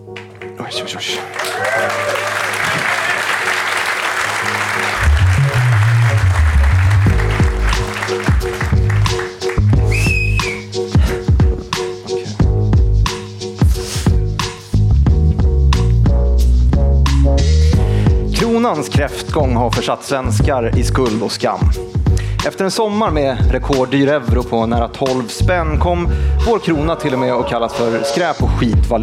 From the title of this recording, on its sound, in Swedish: Live på Scalateatern